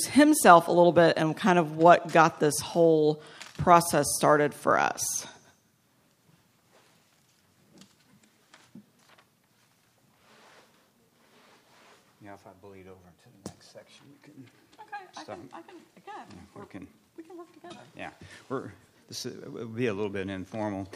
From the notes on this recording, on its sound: 2016 AASLH/MMA Annual Meeting Session Recording Recorded in Detroit, MI September, 17, 2016